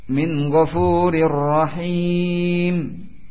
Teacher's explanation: Masuk dengan sempurna tanwin ke dalam ra tanpa dengan gunnah. · Term: idgham bi ghairi gunnah